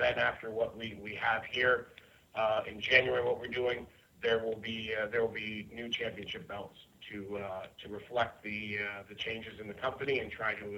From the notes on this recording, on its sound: This is the full audio for the Impact Wrestling Media Call held earlier this morning.